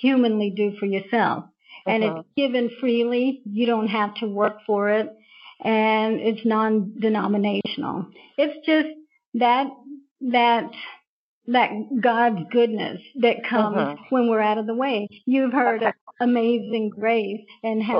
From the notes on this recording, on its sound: We experienced some technical challenges with the audio